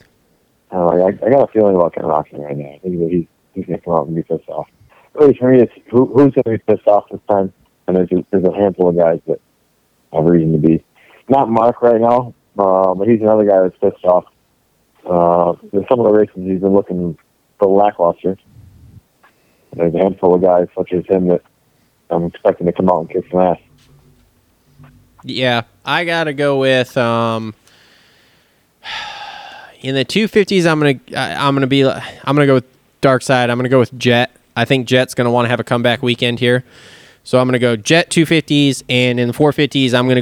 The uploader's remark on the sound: Gets on the phone with semi-regular co-host and friend of the show. Then the guys call up fellow podcaster.